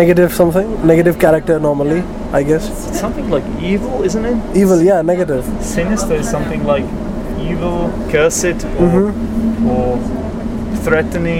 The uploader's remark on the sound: This episode was recorded on a train last winter. We were travelling from Podebrady to Prague.